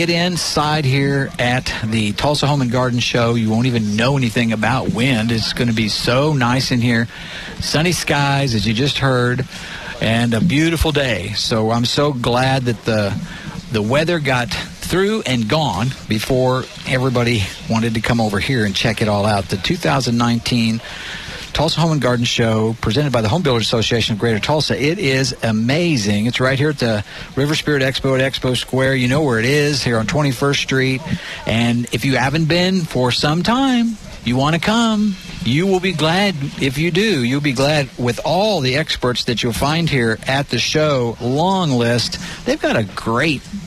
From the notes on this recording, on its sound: KRMG Gardening Show live from the HBA Greater Tulsa Home and Garden Show.